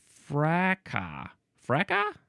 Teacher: Yes, you can say fracas, or you can say fracas. Or the British people like to say fraca. Fraca? With no S. Fraca. F-R-A-C-A-S.